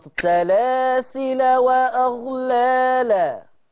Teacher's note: لما اوصل سلاسلة تحس ان عليها صفر كده، دايرة على الالف بتاعت سلاسلة، لما سلاسل واغلال، سلاسل واغلال كده، كده اللي بيوصل بينطق اللام مفتوحة، ما فيش الف في الوصل